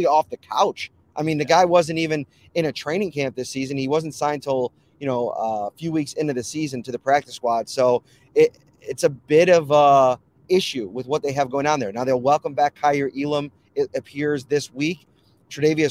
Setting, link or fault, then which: setting, inside a vehicle